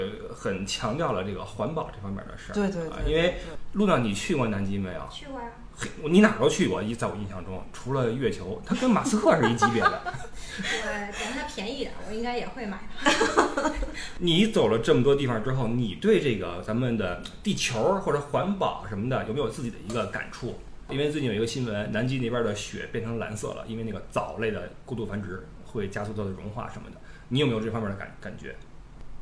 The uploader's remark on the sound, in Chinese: 小破话筒难以支持多人录音，本期音质堪忧，望谅解。